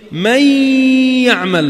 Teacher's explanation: مي يعمل، فاتت النون بالياء، بس أنتوا عم بتدخل النون بالياء طلعت صوت من أنفك اسمه غنة. والدليل إذا بتسكر منخارك بتغير الصوت، شوف مي راحت خنقنا، مي مي يعمل.